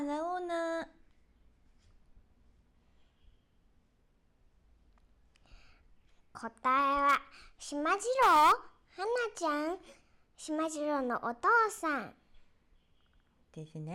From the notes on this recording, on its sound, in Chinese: 剛好錄音這天外面也是下雨天 大家仔細聽聽得到背景的雨聲喔！